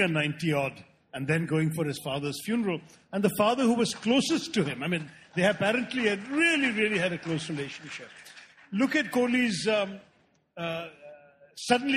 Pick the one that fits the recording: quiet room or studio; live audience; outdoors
live audience